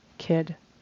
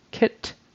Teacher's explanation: D is voiced and not as much air comes out. And T is not voiced and more air comes out